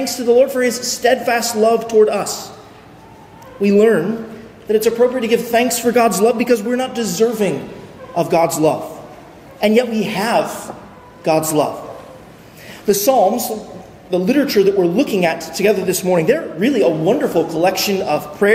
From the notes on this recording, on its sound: at Arlington Baptist Church in Arlington, Virginia